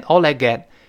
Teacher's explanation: “Get”最后那个 t 就听不清了 · Term: 失去爆破